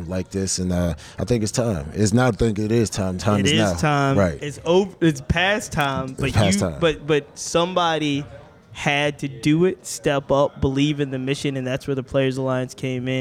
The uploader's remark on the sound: This podcast was recorded live at the 2023 Game Changer Awards.